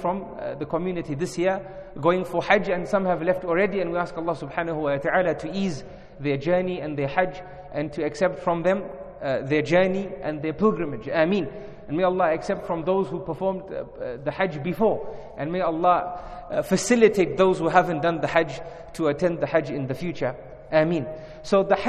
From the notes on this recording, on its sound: In this lecture conducted at Masjid Abbaas in Harare, Zimbabwe.